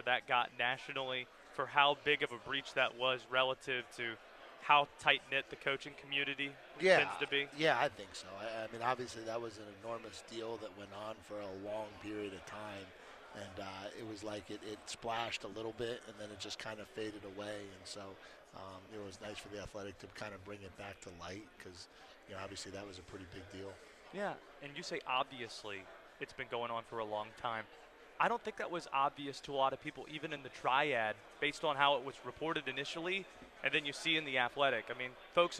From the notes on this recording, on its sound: Live from ACC Kickoff